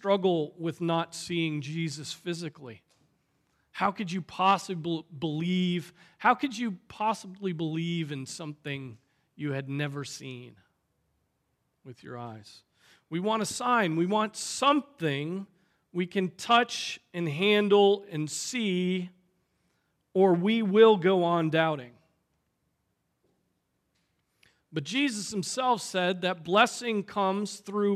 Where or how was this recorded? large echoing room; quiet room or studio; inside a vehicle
large echoing room